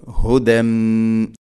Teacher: ഹുദൻ ഹ തൊണ്ടയുടെ താഴെ ഭാഗം